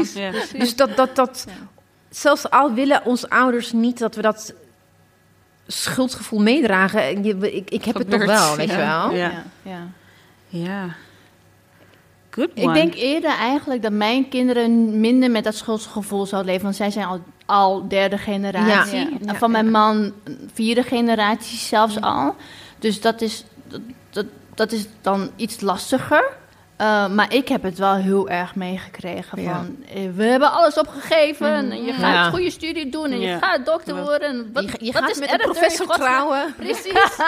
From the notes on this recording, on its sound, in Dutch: Liveshow Podcastfestival De Goede Mama. Tijdens een van de twee liveshows.